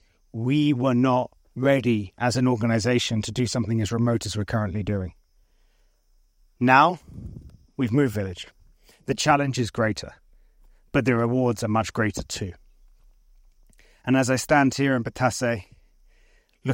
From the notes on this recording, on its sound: Broadcast live from the picturesque Batase village in the Sindhupalchowk region of Nepal. Sharing insights and sounds straight from the heart of the village.